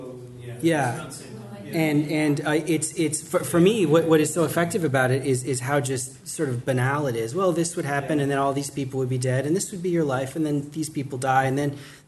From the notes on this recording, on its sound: Theorizing Zombiism conference discussion. Podcast of discussion at Theorizing Zombiism conference.